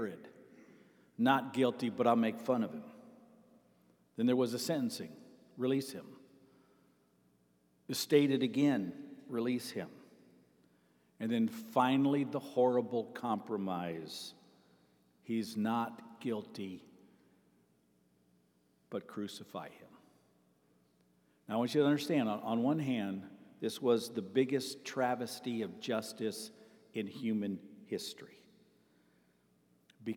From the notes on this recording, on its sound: Sermon Preached on June 11, 2023, at Avondale Baptist Church.